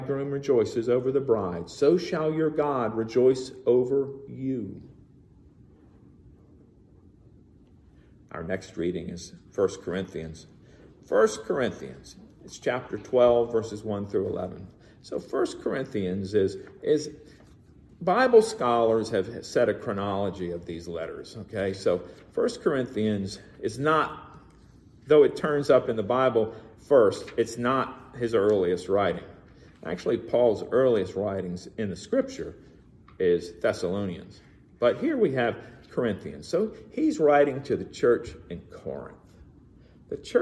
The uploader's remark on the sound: Recorded in the MPPC sanctuary